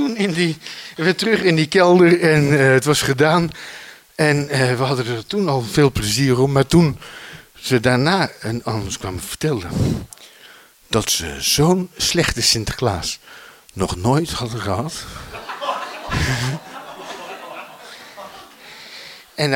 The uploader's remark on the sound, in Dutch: Bevond die hoek zich in Oostende voor een publiek van 1.500 kinderen.